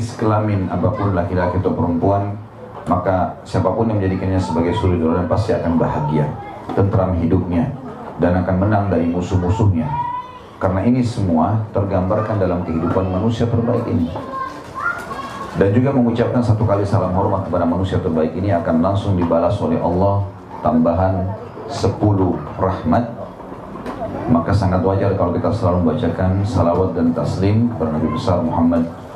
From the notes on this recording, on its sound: LIVE at San Bernardino, California.